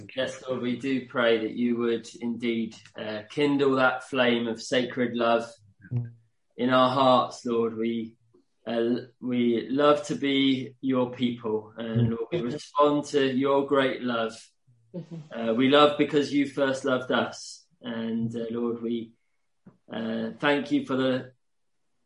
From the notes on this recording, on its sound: Q & A (Zoom). Teign Valley Sessions.